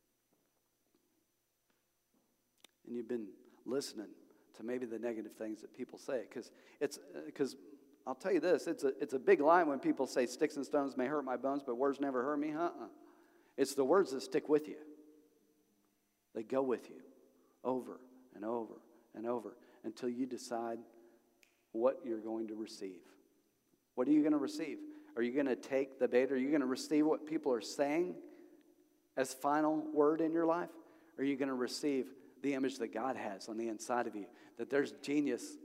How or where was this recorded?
large echoing room